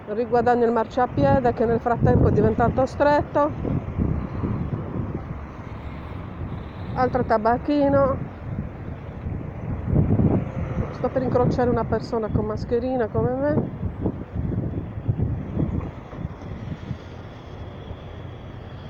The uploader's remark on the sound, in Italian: Live tour descrittivo. Audiolive ambientale da Quartu Sant'Elena centro, zona Viale Colombo. Partenza audio da parco con statua di Padre Pio descritta in incipit.